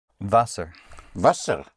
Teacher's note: Water would be the T of water, becomes an S or a double S here, would be Wasser.